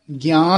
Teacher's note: नाम विसरै दुख पाई, गुरमुख होवै सो ज्ञान तत बिचारै। ज्ञान नन्ने नाल बोलना, नाणे नाल नहीं, ध्यान नाल नन्ना ते नाणे दा ध्यान रखना।